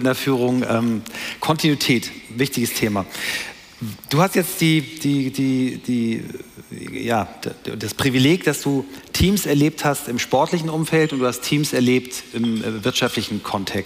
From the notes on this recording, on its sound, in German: heute live von der Work Awesome